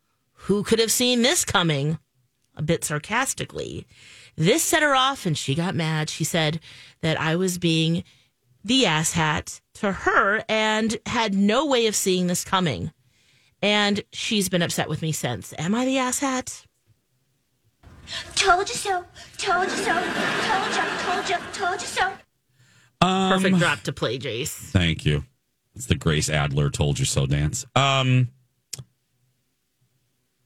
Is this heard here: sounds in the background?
no